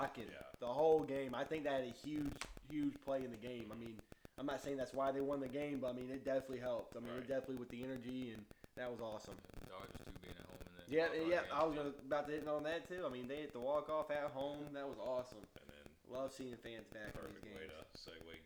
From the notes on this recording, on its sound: Headphone users beware! We recorded this during the Oklahoma and Texas game.